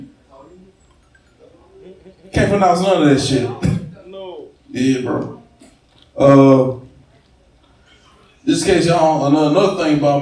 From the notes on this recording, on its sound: Comedy! Live from Capital Park. Recorded at Capital Park Bar in Baton Rouge, LA.